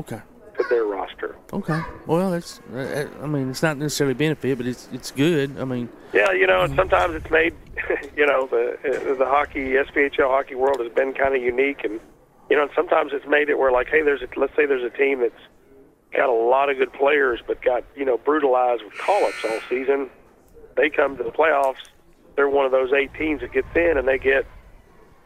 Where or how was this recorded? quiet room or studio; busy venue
busy venue